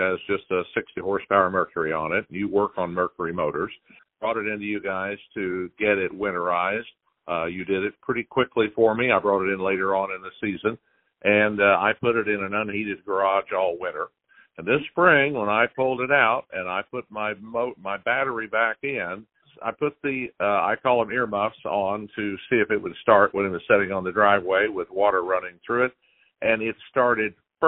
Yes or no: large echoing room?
no